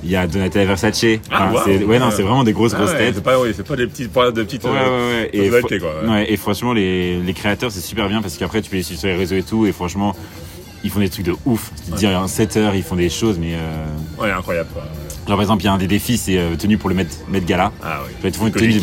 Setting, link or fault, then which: setting, outdoors